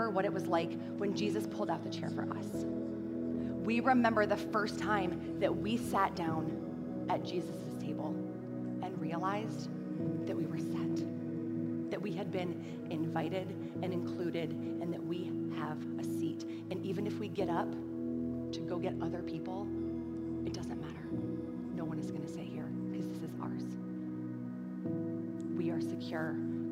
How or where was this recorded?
large echoing room